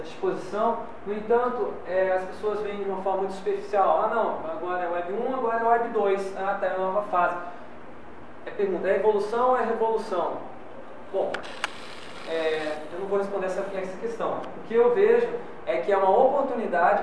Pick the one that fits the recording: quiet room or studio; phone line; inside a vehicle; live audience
live audience